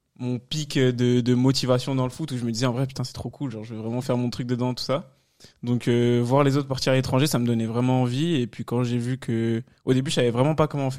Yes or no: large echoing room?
no